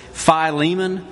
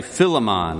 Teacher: Now, I have to confess, for most of my life, I've pronounced this Philemon, which may be a little bit overemphasis on the first syllable the way we do in South Alabama sometimes · Shown in: first take · So I'll try to say Philemon all the way through.